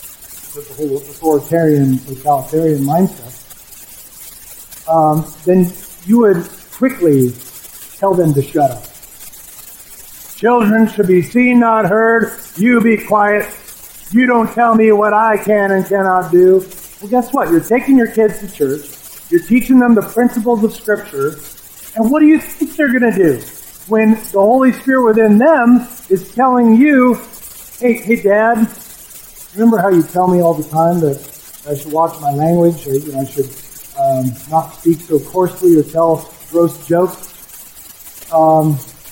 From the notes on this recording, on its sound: We are aware of and troubleshooting audio issues with the recording.